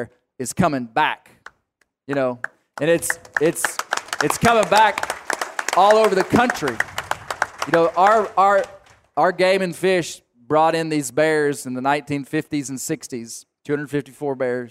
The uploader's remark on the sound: Live at the Black Bear Bonanza. Live for the second time from the Black Bear Bonanza in Northwest Arkansas.